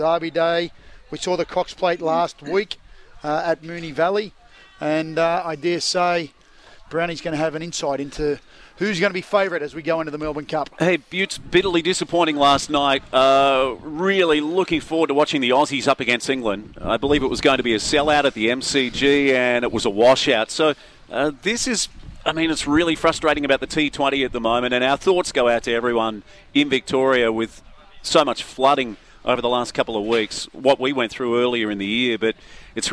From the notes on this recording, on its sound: live from Gosford sailing club